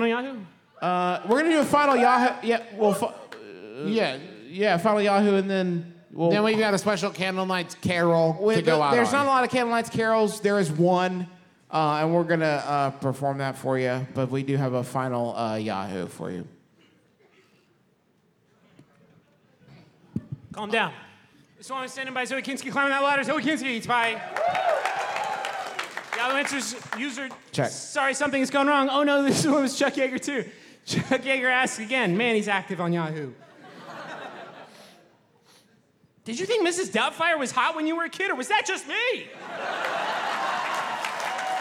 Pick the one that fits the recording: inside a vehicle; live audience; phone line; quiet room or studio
live audience